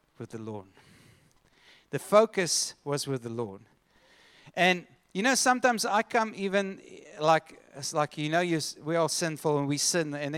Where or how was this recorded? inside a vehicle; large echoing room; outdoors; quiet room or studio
large echoing room